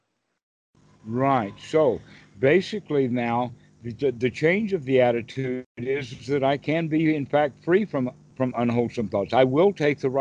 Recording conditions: video call